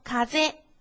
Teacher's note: 根据声调的规律，它们都是第一拍低，第二拍高，所以光读单词的时候它们的读法是一样的 · Term: 零调和二调